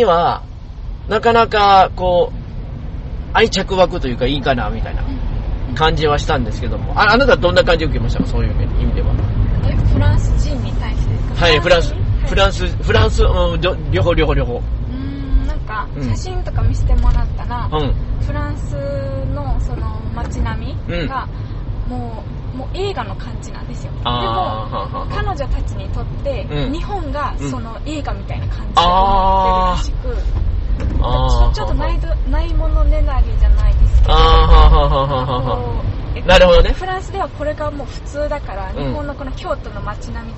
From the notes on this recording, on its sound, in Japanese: 車の中で収録していますので、少々お聞き苦しいところがあります。